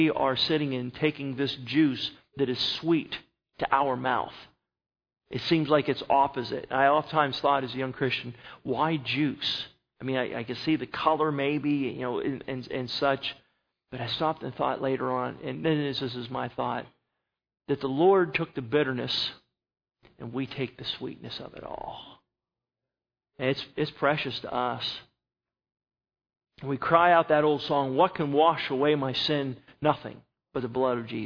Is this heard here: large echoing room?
yes